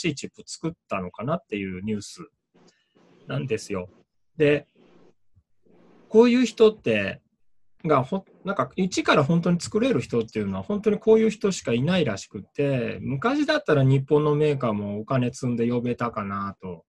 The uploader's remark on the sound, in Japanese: ミーティングZOOM会議